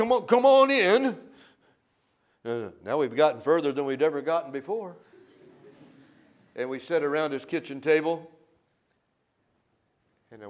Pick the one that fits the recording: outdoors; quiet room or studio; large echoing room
large echoing room